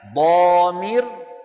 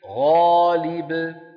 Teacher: مثال: ضامر أشد تفخيما من غالب